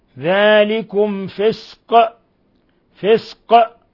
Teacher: ذلكم فسق، ذلكم فسق، ميم ساكنة جاء بعد الفاء أشد حالات الإظهار الشفوي، ثم القاف الوقف عليها بالقلقلة